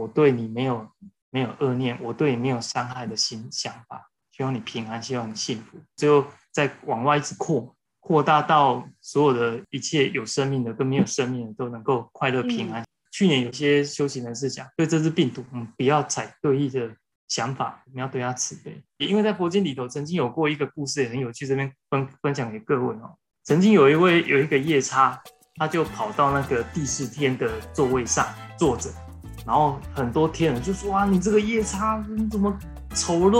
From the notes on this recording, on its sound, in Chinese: 遵守防疫不群聚原則，節目採用線上錄音喔！